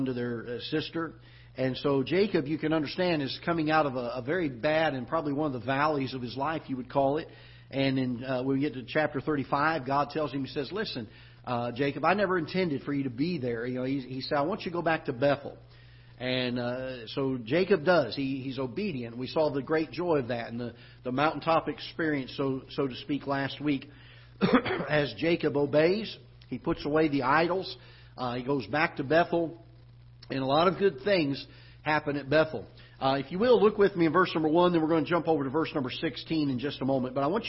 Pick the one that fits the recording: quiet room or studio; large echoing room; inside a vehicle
large echoing room